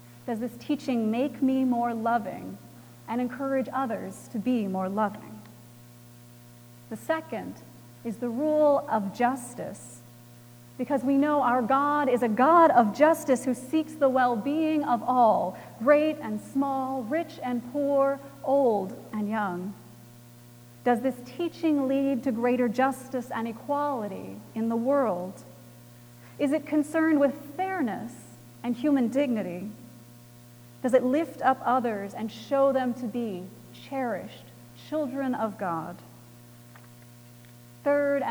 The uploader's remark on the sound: Recorded January 28, 2018 at Trinity Presbyterian Church in Bixby, Okla.